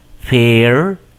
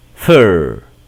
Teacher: Son sonidos de la E junto con la R en inglés que son completamente distintos. En el primero es un sonido abierto, así como lo hacemos en español, E. Y el otro se trata de un sonido neutral. Se trata de un sonido más cerrado.